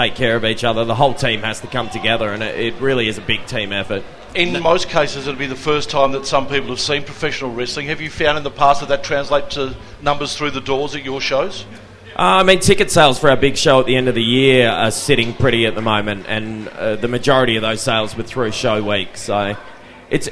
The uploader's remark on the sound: Live from the 2019 PWA Fanfest at Colosseum.